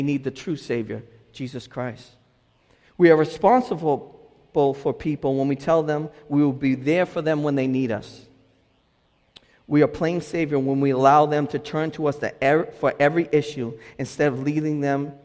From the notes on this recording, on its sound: delivered this message at Restoration Road Church in Wakefield, Massachusetts